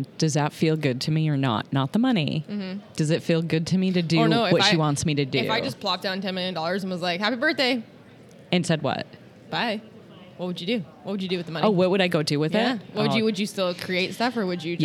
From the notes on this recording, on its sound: Live (sort of) from Photo Plus Expo in NYC at the Javits Center.